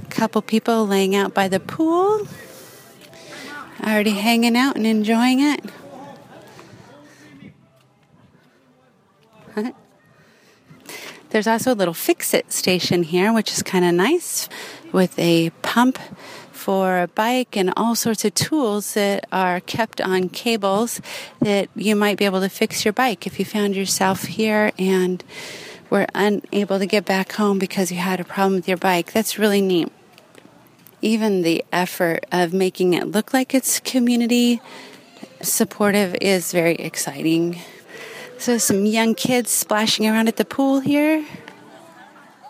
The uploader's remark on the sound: I tour a mixed income 'Community Housing' development in Davis. I take a walk around the outside.